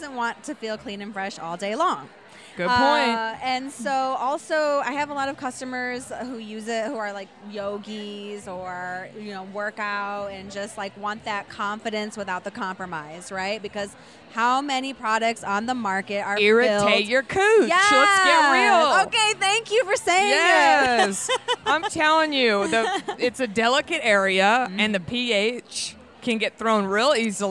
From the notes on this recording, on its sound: I recorded this episode while at Indie Beauty Expo Dallas 2018. I interviewed some of the brand owners with products I love.